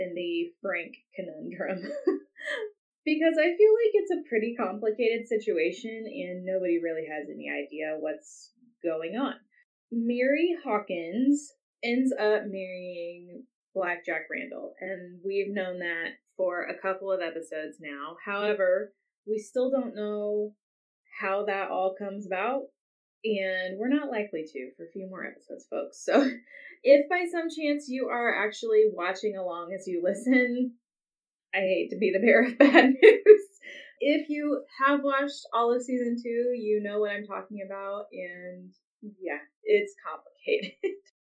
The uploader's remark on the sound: Sorry for the poor sound quality this week. IT issues were involved.